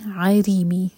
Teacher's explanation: رَوْ کی نیچے کسر آئے تو رَوْ بَارِيك